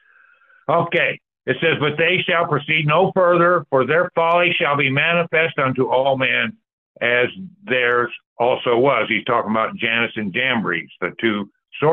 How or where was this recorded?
phone line